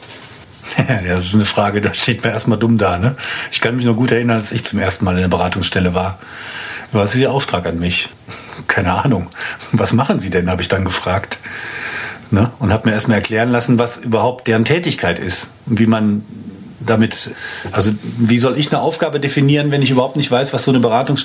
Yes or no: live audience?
no